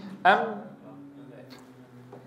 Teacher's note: الميم لها جزءان: جزء شفوي بانطباق الشفتين على بعضهما، ولها جزء خيشومي. ومن غير مشاركة هذين الجزئين في إنتاج حرف الميم فلا يمكن أن تنتج ميما فصيحة.